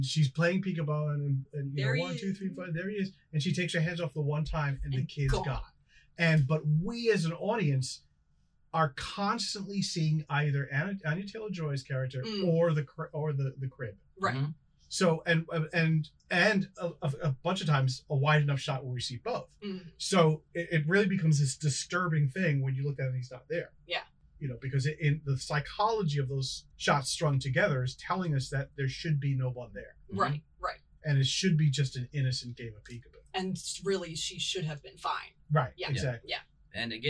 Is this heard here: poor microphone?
yes